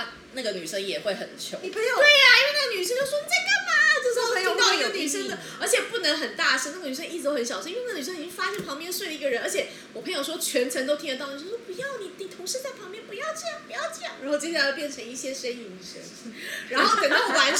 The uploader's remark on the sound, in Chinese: 喝酒那些事系列由於是試錄集，收音設備非常陽春，請海涵～。